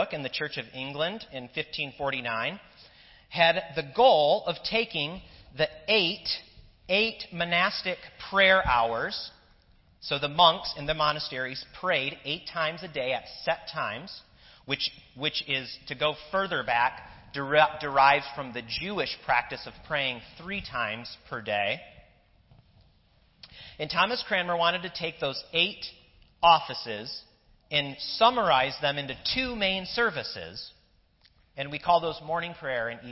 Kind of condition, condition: setting, large echoing room